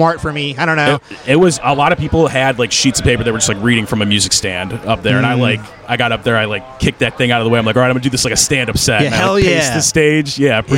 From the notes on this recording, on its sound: recorded following the comedy open mic at Fells Point Tavern